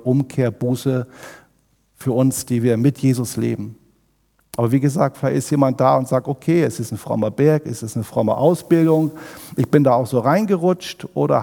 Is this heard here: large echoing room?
yes